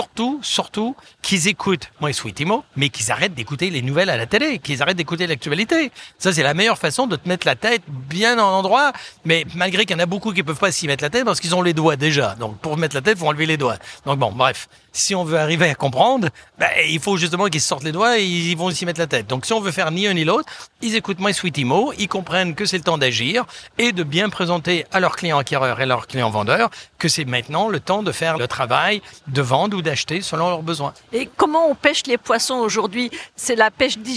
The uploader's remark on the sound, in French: pour ce nouvel épisode de Mon Podcast Immo en live de Franchise Expo.